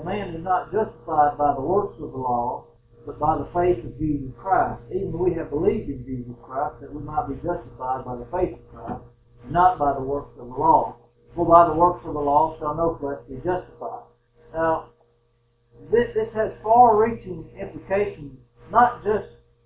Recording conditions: poor sound quality